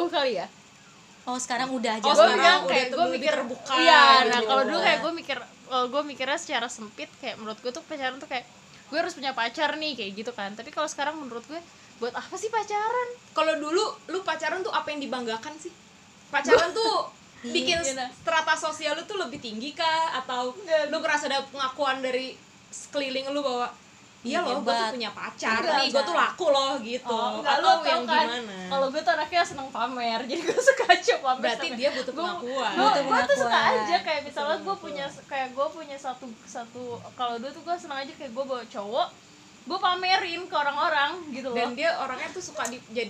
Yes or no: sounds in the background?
yes